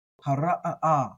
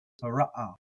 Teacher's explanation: I treat the ayin kind of like a guttural stop like the okina in Hawaiian · Shown in: first take